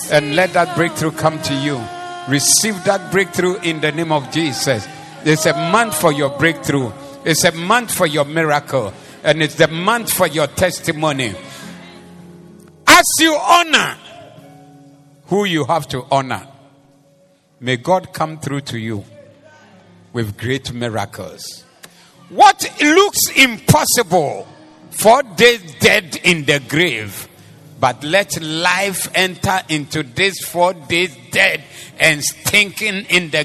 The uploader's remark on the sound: This was preached at the Doxa Service 07052023